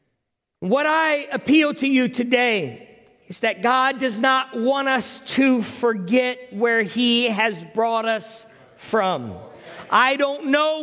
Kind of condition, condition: setting, large echoing room